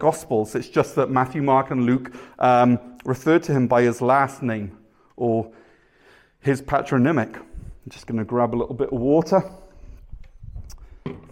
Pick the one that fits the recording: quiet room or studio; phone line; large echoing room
large echoing room